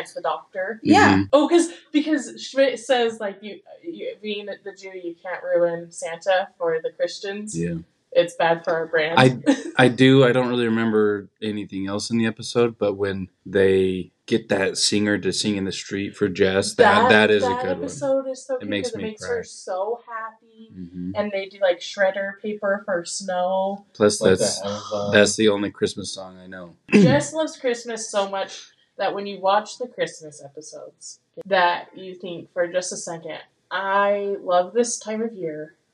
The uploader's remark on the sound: We know the audio quality is not great and we apologize for that. This was our first time recording in the same room!